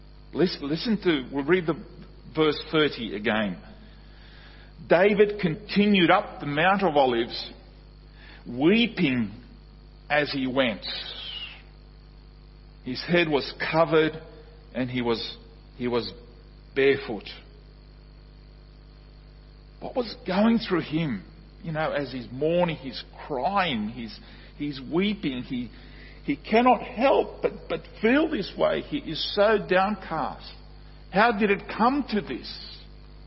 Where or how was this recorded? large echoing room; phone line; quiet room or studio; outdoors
large echoing room